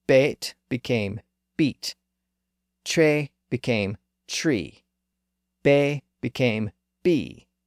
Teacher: this second highest front vowel, A, moved up and occupied the position of the highest front vowel, E.